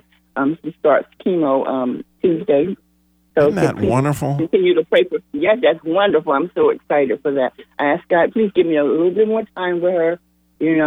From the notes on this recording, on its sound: Listeners Call